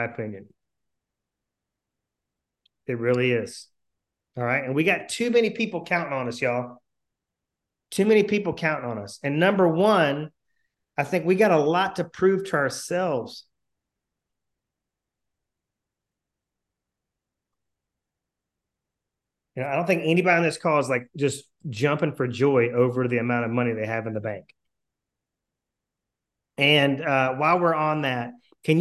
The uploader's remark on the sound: Replay of my weekly group coaching call via Zoom. Replay of my weekly group coaching call via Zoom.